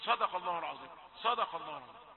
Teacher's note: تجد الدال لأنها بين مفخمين يصيبها شيء من التفخيم، يقول صدق صدق، لا صدق، وتتدرب إلى أن يأتي النطق دون افتعال، صدق الله العظيم، صدق.